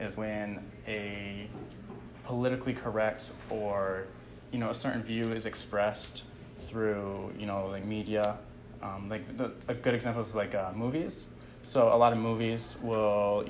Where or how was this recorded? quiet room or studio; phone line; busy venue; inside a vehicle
busy venue